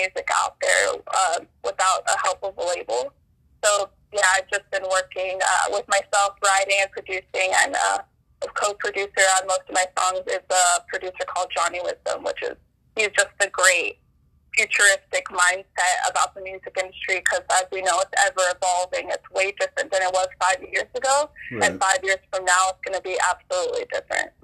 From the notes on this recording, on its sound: Phone interview